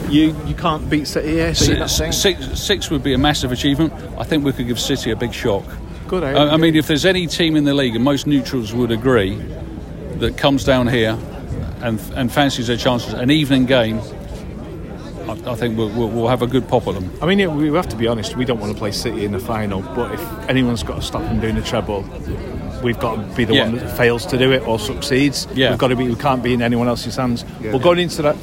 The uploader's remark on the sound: From Brighton away. With travelling Reds, Brighton fans and recording from the away end as United lose yet again away to a decent side.